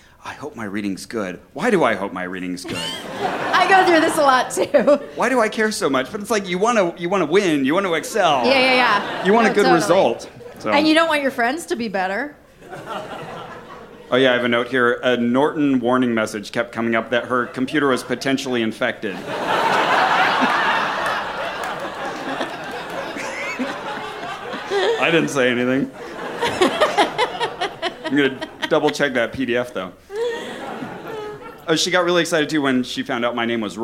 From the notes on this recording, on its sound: Brooklyn Live Show Edition.